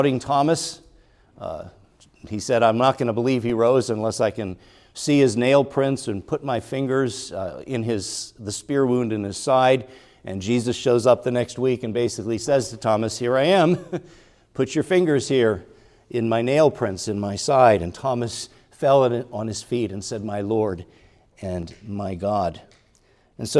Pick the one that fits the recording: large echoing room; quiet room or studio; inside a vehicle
large echoing room